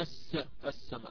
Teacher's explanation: فلو أتينا مثلا بسين مشددة فقولك السماء، السين هذه مشددة، هي عبارة عن سينين، الأول السين الأول ساكن والسين الثاني متحرك بالفتح